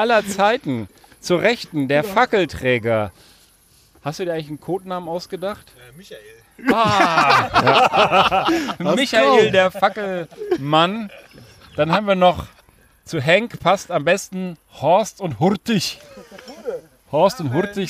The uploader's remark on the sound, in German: Live aus dem Schrader-Garten. Vor einem äußerst red- und trinkseligem Live-Publikum erzählen wir bei einbrechender Dunkelheit Horror-Geschichten aller Art aus.